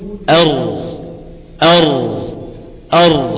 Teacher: اقول بالنسبة لحرف الراء فيه ايضا انحراف، فالراء بينحرف فيها المخرج الى طرف اللسان. الراء فيها انحراف ايضا الى ظهر طرف اللسان وميل قليل الى جهة اللام